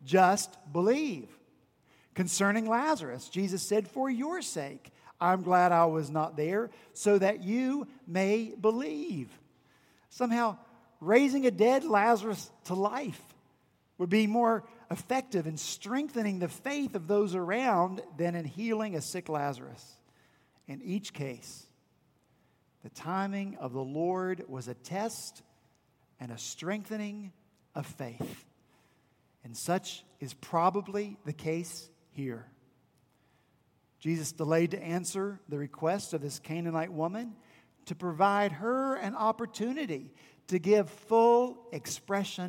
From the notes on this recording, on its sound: at Redeemer Presbyterian Church in Charleston, SC